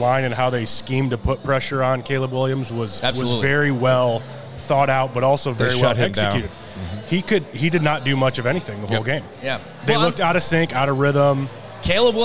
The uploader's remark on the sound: The boys are on the road this week LIVE at JC's Coal Oven Pizza Co. In Granger, IN.